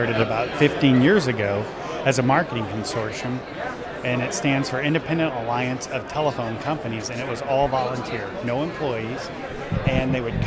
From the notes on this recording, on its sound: Live at IGNITE - the Independent Show. We are live at the NCTC/ACA Ignite event in Chicago.